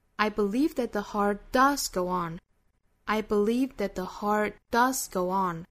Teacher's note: Does 这个词它的语调在这句话里头是最高的，也就是这句话里最强调的点了。I believe that the heart does go on.